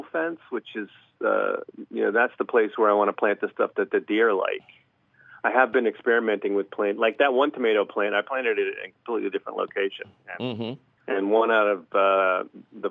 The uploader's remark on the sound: your fabulous phone calls!